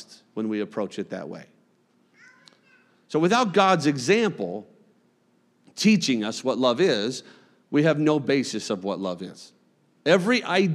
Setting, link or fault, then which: setting, large echoing room